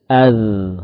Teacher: Dhal dari ujung lidah dengan ujung gigi seri.